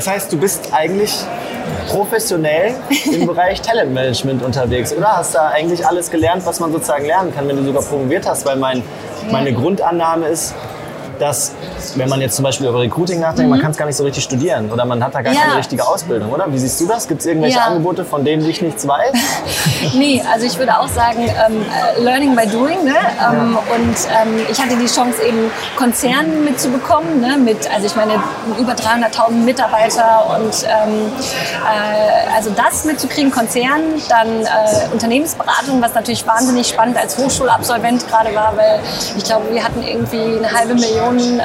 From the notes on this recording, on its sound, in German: sie fand vor wenigen Tagen live, mitten auf dem Recruiting Community Festival #RC22 in Berlin statt